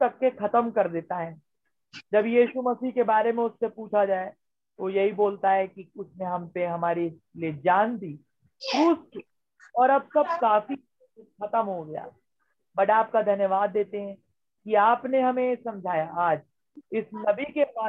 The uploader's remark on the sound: Zoom Meeting